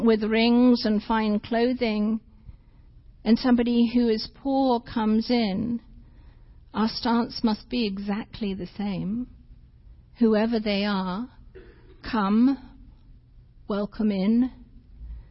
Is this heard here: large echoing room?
yes